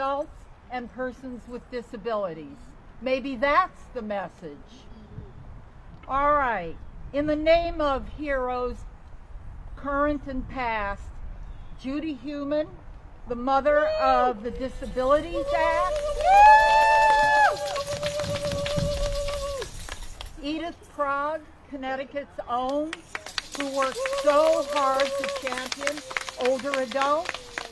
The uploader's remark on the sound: Audio of the Fix Husky C Rally at the CT State Capitol